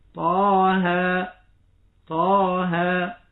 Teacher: ومقدار المد حركتان لا يزيد ولا ينقص · Term: مد طبيعي حرفي